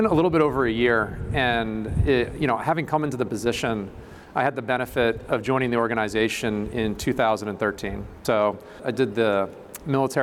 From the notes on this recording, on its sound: This episode was recorded in front of a live audience at Chicago's Wrigley Field.